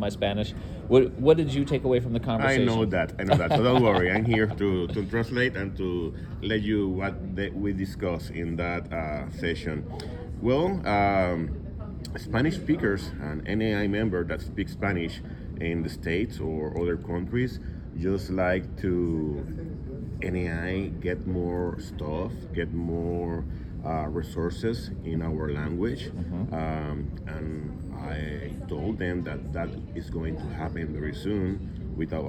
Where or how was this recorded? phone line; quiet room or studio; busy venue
busy venue